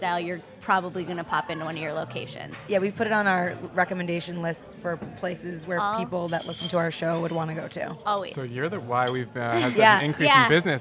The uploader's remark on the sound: go on location at their favorite Los Angeles plant based food mecca, Cafe Gratitude